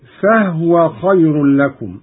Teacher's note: قرأ قالون بإسكان الهاء: فهو خير لكم.